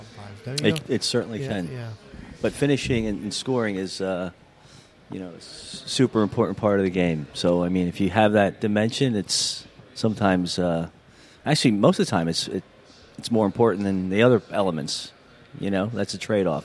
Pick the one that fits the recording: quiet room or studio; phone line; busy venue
busy venue